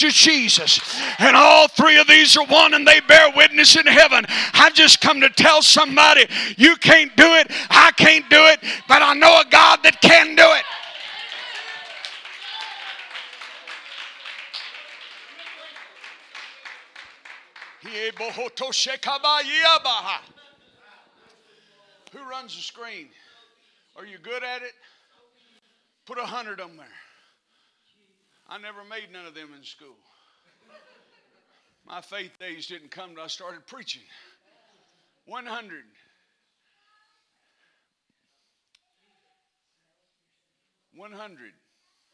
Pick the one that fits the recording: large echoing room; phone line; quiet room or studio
large echoing room